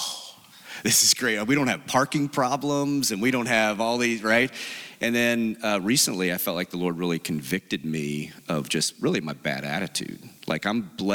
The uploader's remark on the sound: This audio was from Relational Discipleship Network 's third track session from last year's Forum. This audio was from Relational Discipleship Network 's third track session from last year's Forum.